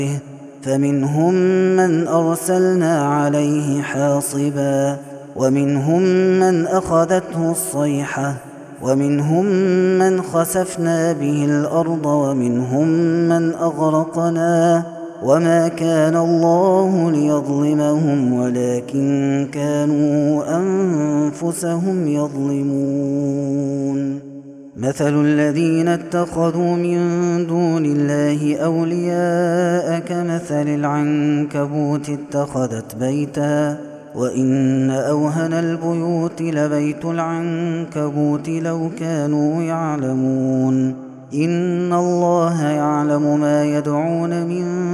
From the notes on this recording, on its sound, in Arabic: هذا التسجيل من صلاة التراويح